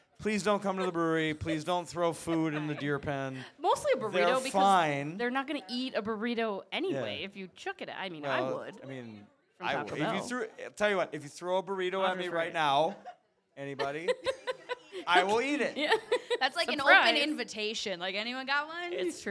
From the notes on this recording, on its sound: went live from Dukes Pizza-Pub-Grill in Oakville